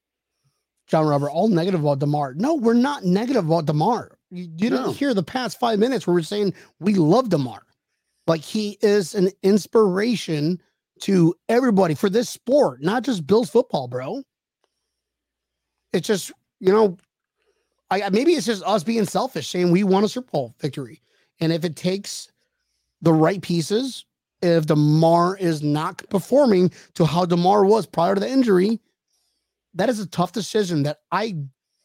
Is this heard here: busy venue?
no